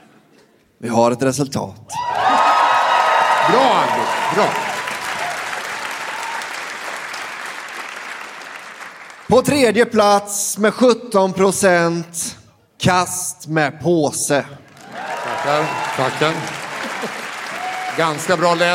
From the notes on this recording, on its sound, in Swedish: Live på Draken – Lördagen.